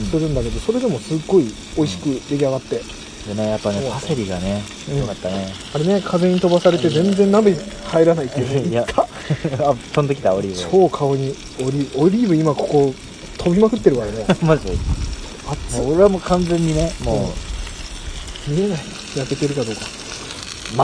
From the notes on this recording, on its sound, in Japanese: 遂にやってきた二人でのキャンプ！結局録り始まったのが夜の消灯直前！外での収録と、収録中の料理、ウイスキーのコルクを抜く音など、ノイズ。